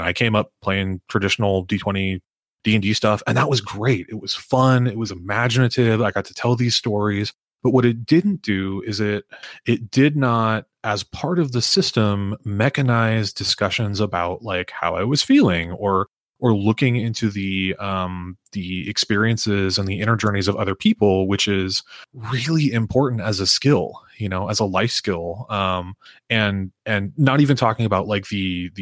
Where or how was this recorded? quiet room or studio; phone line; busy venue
quiet room or studio